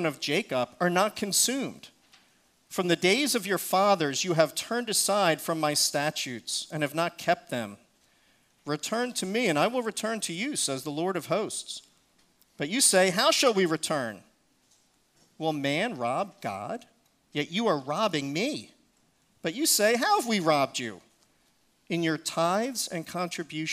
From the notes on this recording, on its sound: Recorded service